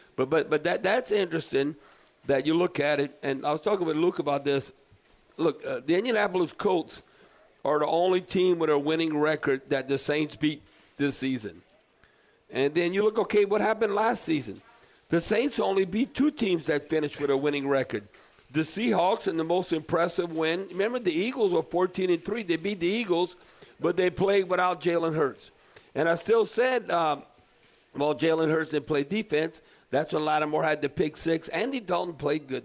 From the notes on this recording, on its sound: Broadcasting LIVE at the Rouses on Tchoup.